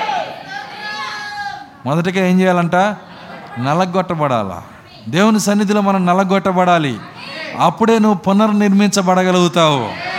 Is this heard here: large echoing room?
yes